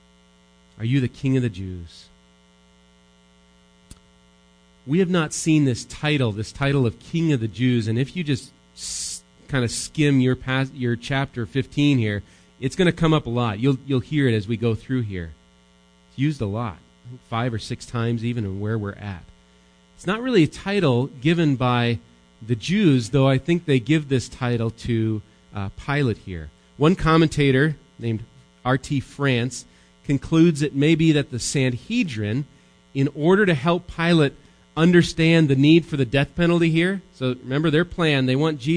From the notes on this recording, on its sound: Recorded live at Bethany Bible Church